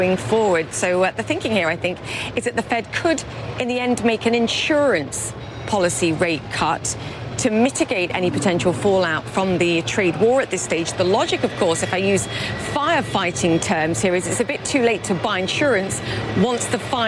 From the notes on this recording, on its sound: Live from the New York Stock Exchange.